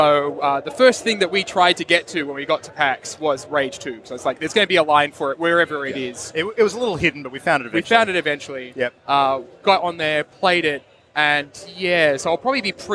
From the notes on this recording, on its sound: LIVE at PAX Australia 2018. Fresh from the showfloor of PAX Australia 2018. Stepped up to the Mic at the Audio Technica podcast booth on the show floor.